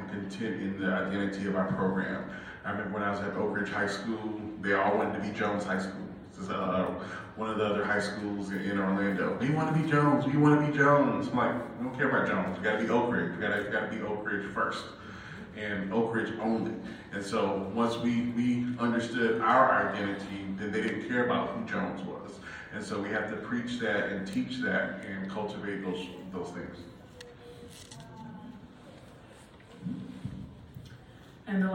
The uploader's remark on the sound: a recording of our panel discussion from the 77th Annual Midwest Band & Orchestra Clinic